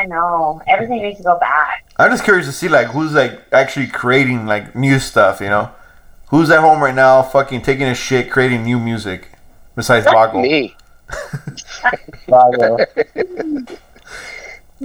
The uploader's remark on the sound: At the home of La Clika Podcast GruntCore Studios. We chopped it up on the phone.